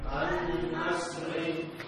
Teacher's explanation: An asri, an, an as, tapi jangan diputus, artinya jangan dipatah-patahkan. Tetap dikasihkan gunah pada huruf nun, gunah naqisah.